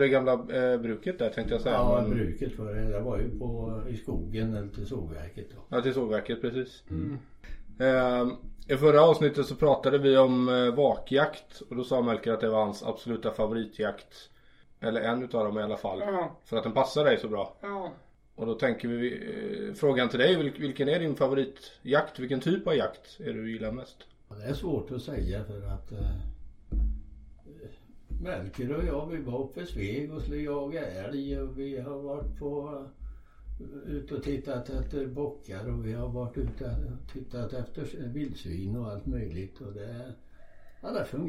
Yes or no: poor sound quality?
yes